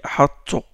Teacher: Il est grossi, il est emphatisé un peu le ta. Il est proche du ta.